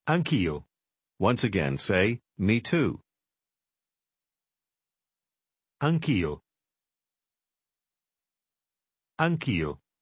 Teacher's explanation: Did you hear how anche, io, combine in the expression me too?